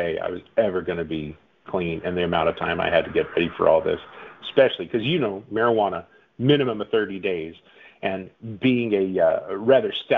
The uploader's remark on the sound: The audio is a bit muddy because it was a phone